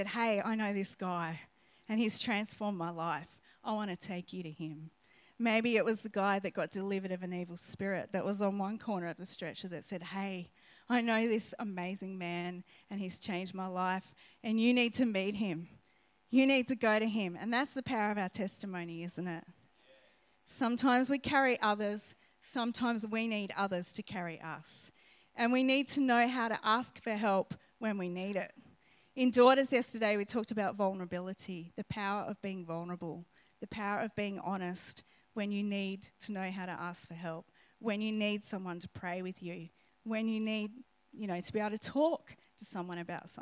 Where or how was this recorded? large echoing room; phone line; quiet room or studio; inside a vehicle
large echoing room